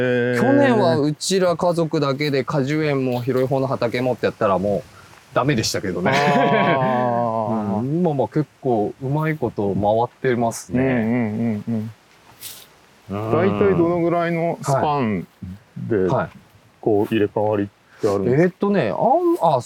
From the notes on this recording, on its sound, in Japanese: 誰かと散歩しながら収録しております。すっかり有名になった廃材だけでセルフビルドされた（され続けている）ご自宅の敷地からスタートして、周辺の畑などをグルっと散歩。